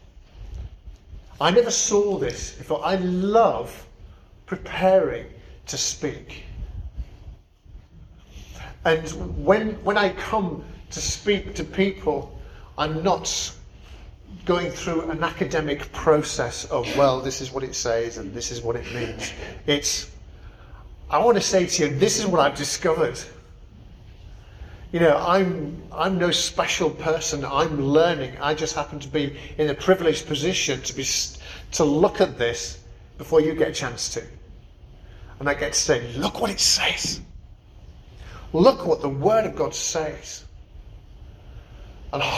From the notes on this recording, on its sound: Preached at St Barnabas, Swanland on 10th December 2023.